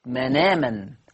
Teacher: بشيل الهمزة واخد الفتحة اللي على الهمزة حطها على النون، فتقرأ مناما، تقرأ مناما. · Term: النقل